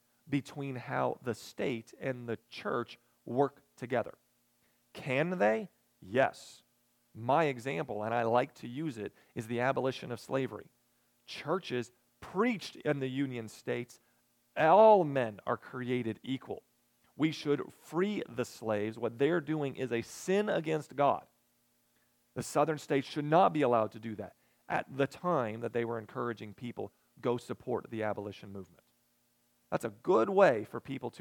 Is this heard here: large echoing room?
yes